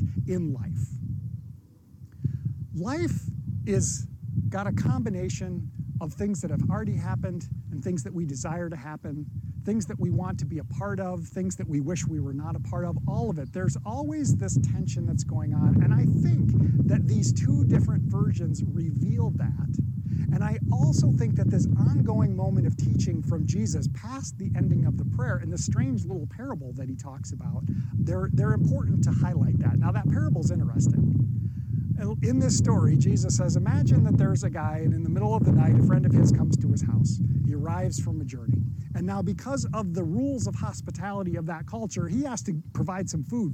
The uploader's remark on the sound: This sermon was recorded outside and occasionally wind ruffles across the mic.